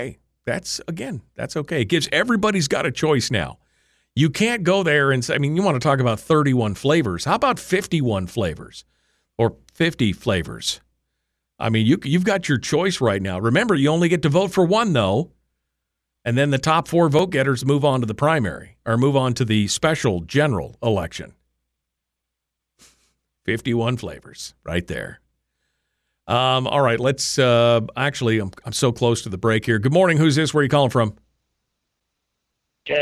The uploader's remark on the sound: We'll also take you phone calls